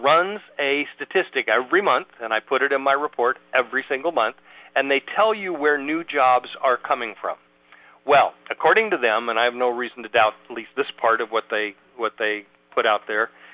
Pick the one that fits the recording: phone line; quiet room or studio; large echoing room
phone line